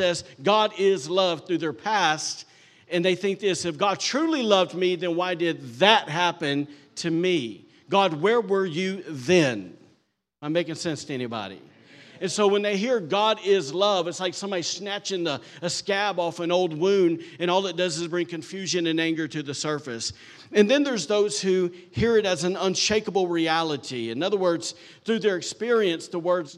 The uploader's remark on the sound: recorded on Sunday, August 6th, 2023, during service at The Anchor Church in Rockport, Maine